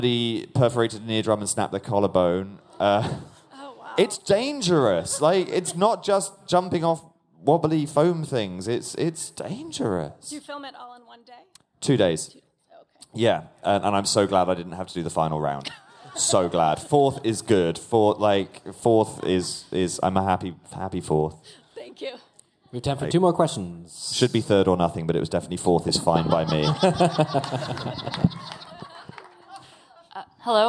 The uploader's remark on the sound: Live From LeakyCon 2019. We're live from LeakyCon in Boston.